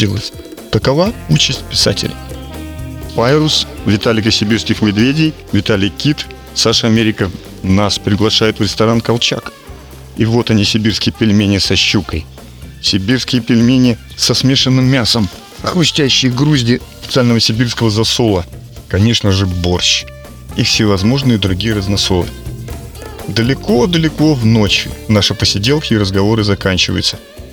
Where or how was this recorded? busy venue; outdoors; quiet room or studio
outdoors